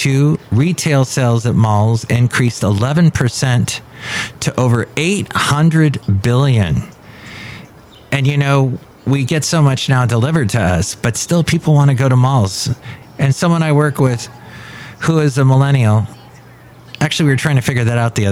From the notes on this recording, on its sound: podcasts live from Café Anyway